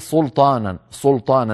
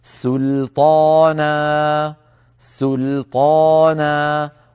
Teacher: لابد من بقاء السين مرققة ومن بقاء اللام مرققة ثم ننتقل إلى الطاء المفخمة · Shown in: second take · هكذا سلطانا سلطانا، ولا نفخم السين البتة.